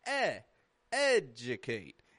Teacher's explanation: It's strong in the eh part, right? My voice rises up there. · Term: syllable stress